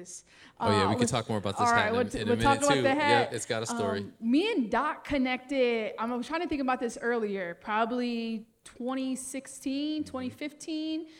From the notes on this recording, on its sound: We Went LIVE For Episode #83 with an in-person audience + special performances!